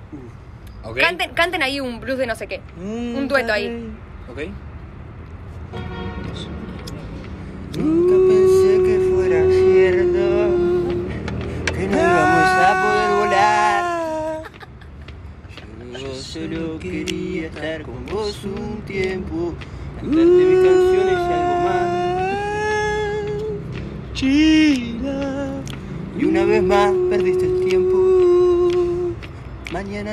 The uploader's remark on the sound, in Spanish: Perdón por los ruidos raros.